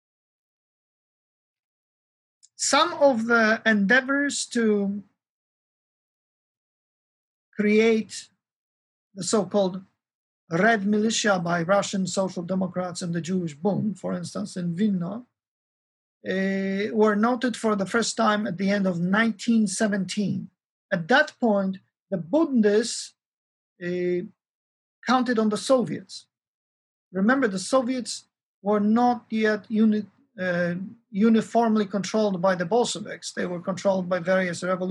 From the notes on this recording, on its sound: This lecture is a part of our 10th Annual Kościuszko Chair Spring Symposium in honor of Lady Blanka Rosenstiel.